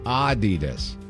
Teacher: It's supposed to be Adidas. Adidas, with a slight emphasis, or emphasis, as you like to say, on the first syllable. Not Adidas, stressing the second.